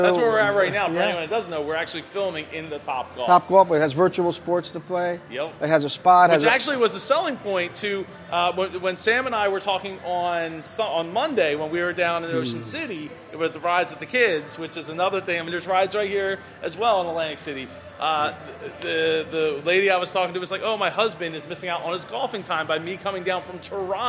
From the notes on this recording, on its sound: At Ocean Resort Casino. Independent Podcast Conference. To Ocean Resort Casino in Atlantic City, NJ this year!